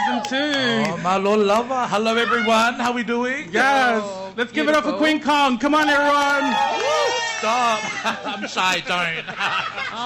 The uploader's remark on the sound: PX Whanau Radio live from the streets.